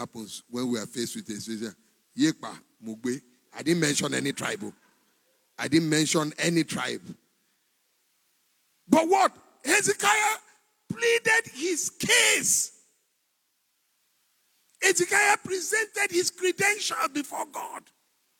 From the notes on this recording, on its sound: Recorded LIVE at our MidWeek Interactive Service